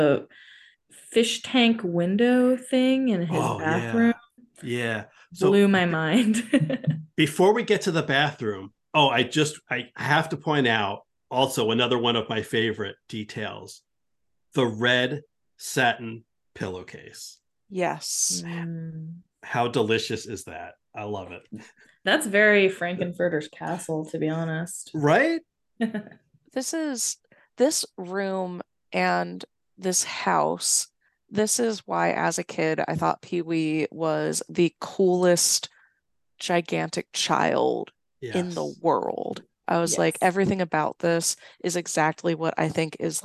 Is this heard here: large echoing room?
no